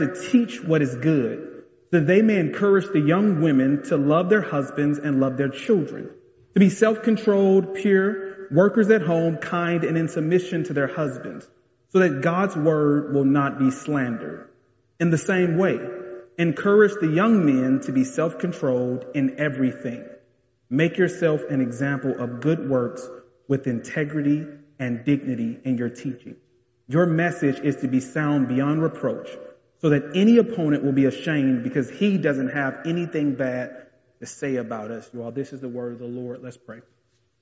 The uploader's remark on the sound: This message was delivered in January 2022 at the historic Bethel Baptist Church Collegeville.